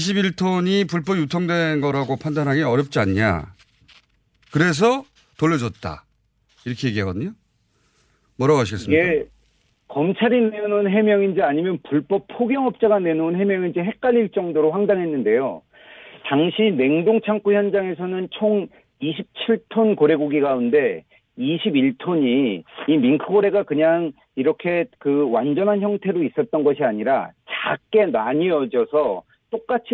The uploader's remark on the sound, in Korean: 전화연결